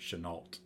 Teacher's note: I have always pronounced it Chenault with a hard T